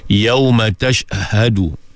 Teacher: Sebab lebih-lebih lagi pada huruf H. Huruf H ni kalau tuan-tuan tak jaga, dia mudah hilang. · Term: huruf ha